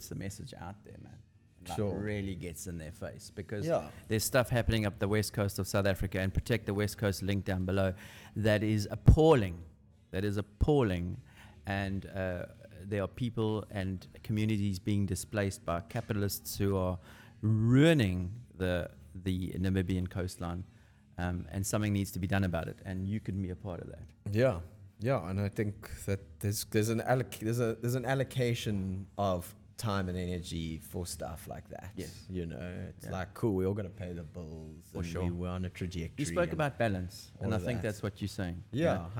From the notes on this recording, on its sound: Podcast shot on location at : Lifestyle Surf Shop Cape Town